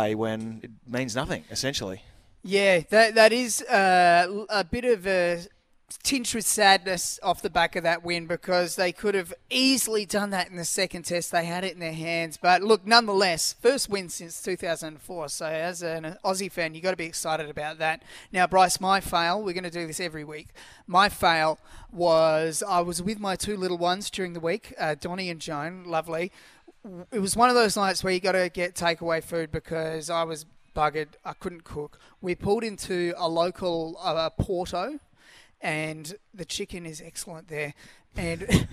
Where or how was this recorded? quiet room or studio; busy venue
busy venue